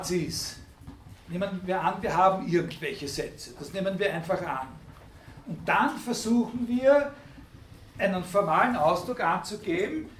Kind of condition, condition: setting, large echoing room